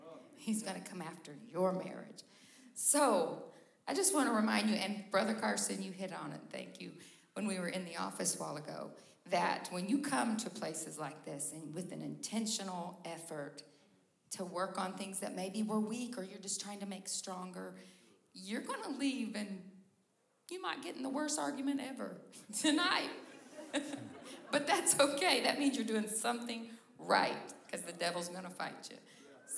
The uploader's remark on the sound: These episodes were recorded live at our 2023 Calvary Marriage Seminar.